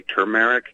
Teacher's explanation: some people say turmeric, putting the emphasis on the second syllable. Some people say turmeric, put the emphasis on the first.